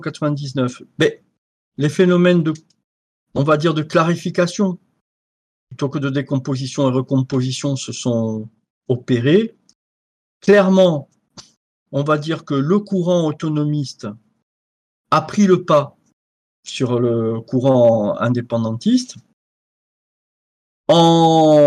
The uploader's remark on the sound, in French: Captation de Visioconférence